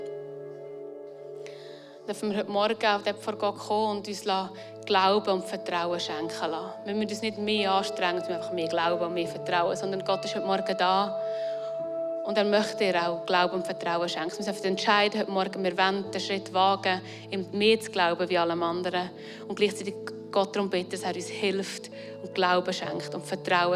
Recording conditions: large echoing room